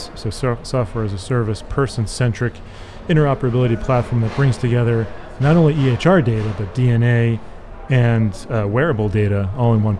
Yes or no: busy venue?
yes